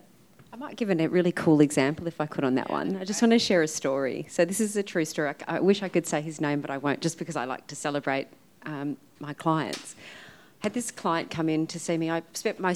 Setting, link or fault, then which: setting, live audience